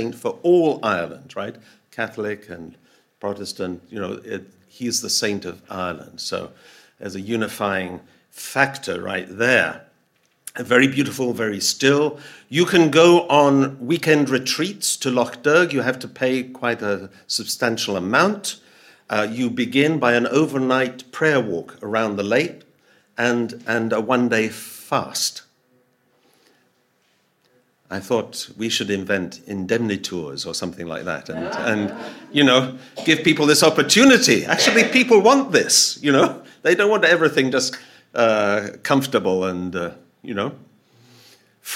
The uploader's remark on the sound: Audio from a sermon in Hatch End